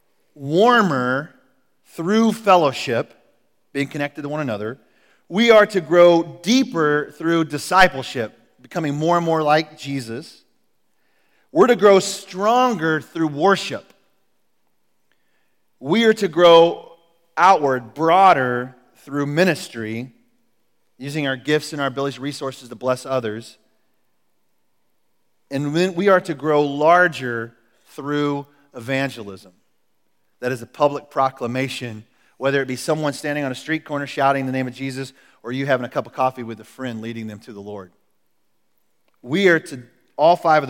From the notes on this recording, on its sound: Recorded at The Calling Community Church located in Platte City, Missouri. Service are held in the Platte County High School Auditorium.